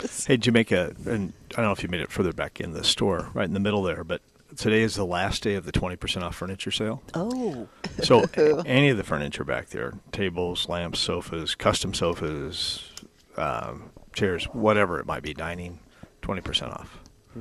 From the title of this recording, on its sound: Live at Prairie Gardens